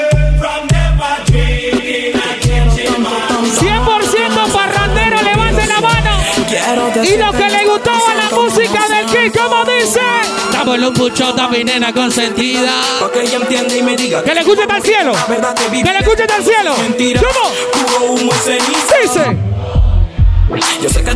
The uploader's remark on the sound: Live Session at 5to5 Hotel Hilton Panamá